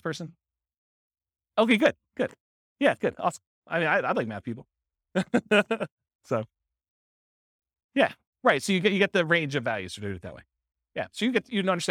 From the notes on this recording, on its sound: This was a live class recorded